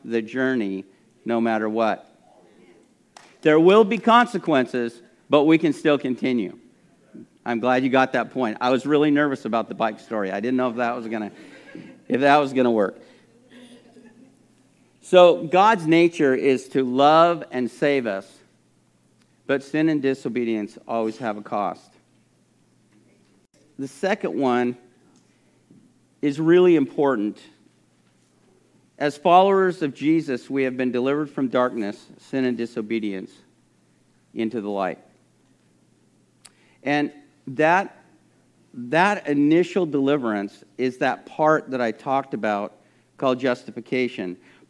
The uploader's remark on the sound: This message was recorded at a Sunday service on February 20, 2022